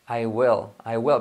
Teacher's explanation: esta L va a hacer que hagamos la I como una E, como decimos, I will, ¿ves que suena casi como una E?